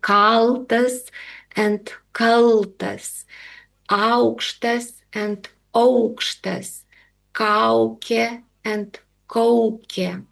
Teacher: We have also very archaic accent system. We even have pitch musical tone specific with the rising tone and falling tone. And sometimes even words have different meanings depending on whether the tone is rising or falling. · Term: priegaite